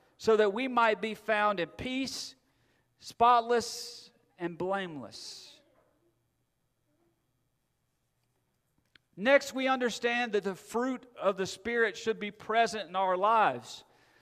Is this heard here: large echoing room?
yes